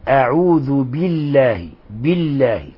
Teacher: أعوذ بالله، عدم بيان كسرة الباء، لابد من إخلاص الكسرة وبيان كسرة الباء. أعوذ بالله، بالله، وكذلك غيرها من الحركات، لأن توفية الحركات هذا أمر مهم في علم التجويد.